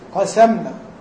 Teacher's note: قرأ كده قاسمنا، يعني ضعف الصاد شوية فنزلت واستفلت وأصبحت إيه سينا